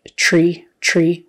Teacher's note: Industry. When words are spelled with a TR in English, we sometimes say them with a CHR sound